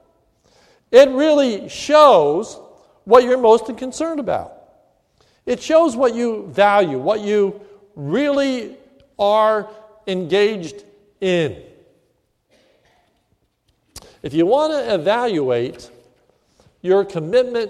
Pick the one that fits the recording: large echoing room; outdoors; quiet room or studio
large echoing room